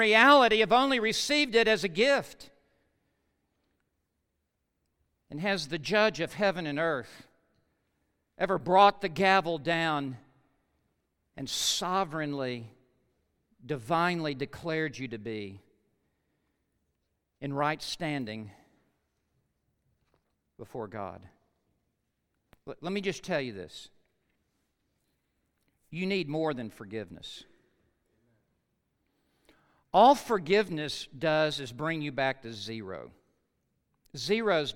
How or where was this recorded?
large echoing room